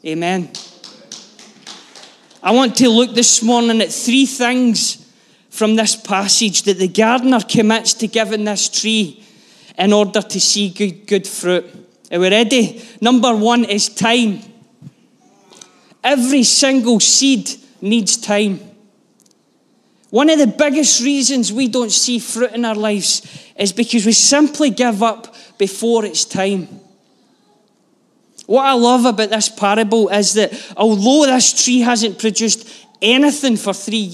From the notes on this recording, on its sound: Live from our Sunday gathering on 05/02/23